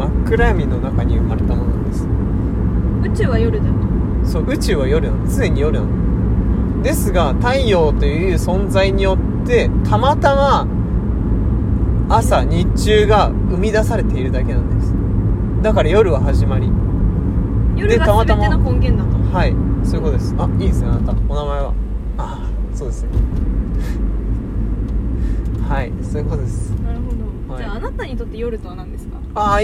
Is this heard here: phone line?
no